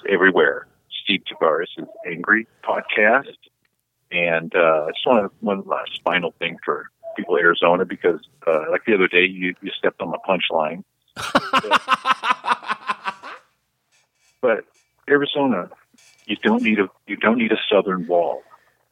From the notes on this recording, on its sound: talks over the phone line